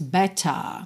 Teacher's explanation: better com esse T bem marcadinho também e o R sem enrolar